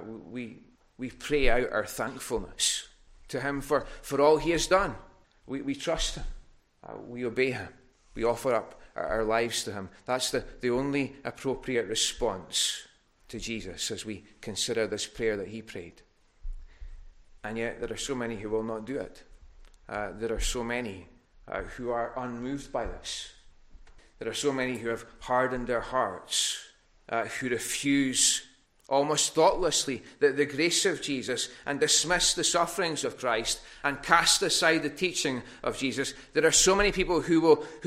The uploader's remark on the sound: recorded at North Harris Free Church on Sunday Evening 15th August 2021